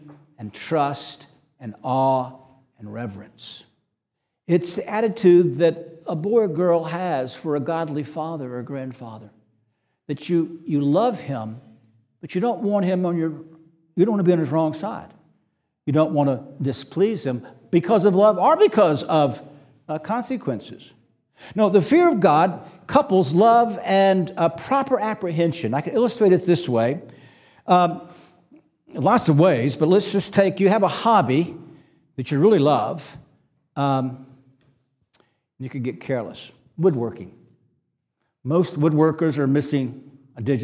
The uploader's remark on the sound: This sermon was preached on August 20, 2023 at Antioch Presbyterian Church, a mission work of Calvary Presbytery of the Presbyterian Church in America located in Woodruff, South Carolina.